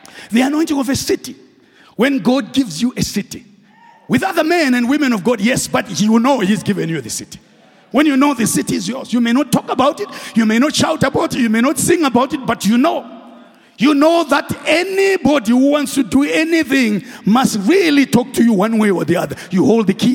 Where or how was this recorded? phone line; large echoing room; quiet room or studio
large echoing room